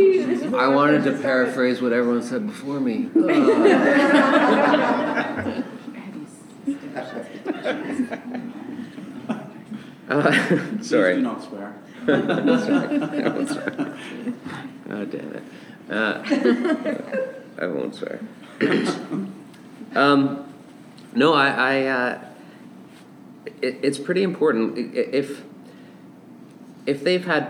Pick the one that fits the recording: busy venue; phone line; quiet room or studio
busy venue